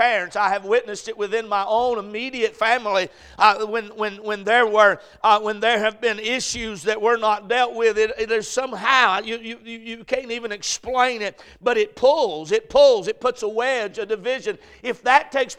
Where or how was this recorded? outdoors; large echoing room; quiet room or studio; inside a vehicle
large echoing room